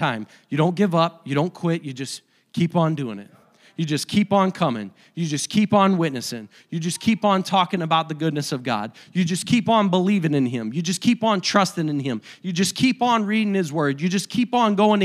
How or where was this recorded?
large echoing room